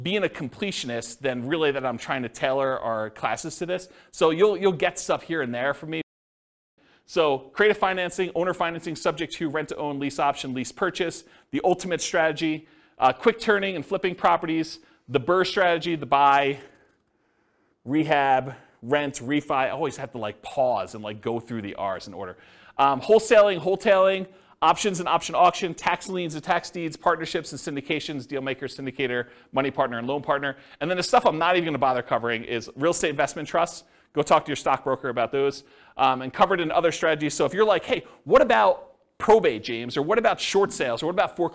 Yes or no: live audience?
yes